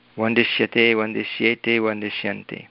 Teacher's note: इकारस्य प्रभावेन तत्र सकारस्य स्थाने मूर्धन्यषकारः भवति